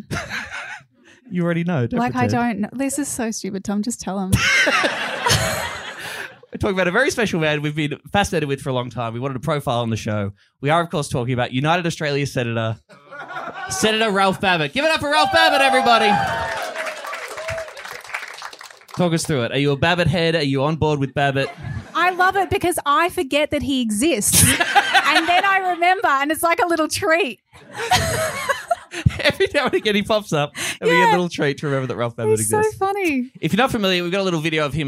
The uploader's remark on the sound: from our sold-out 100th show live at Comedy Republic in Melbourne